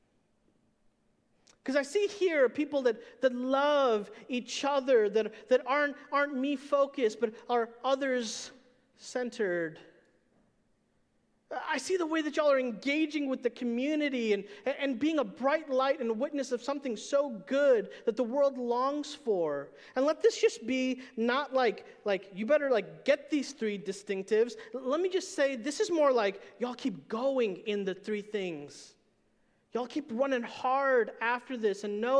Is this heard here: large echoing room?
yes